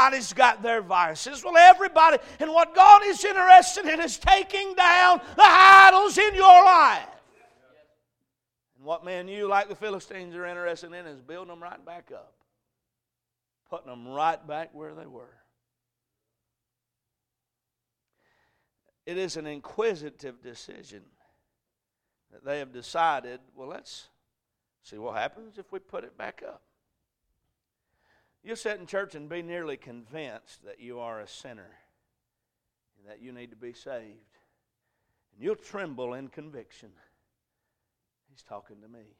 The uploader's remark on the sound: A message preached at Crossroads Baptist Church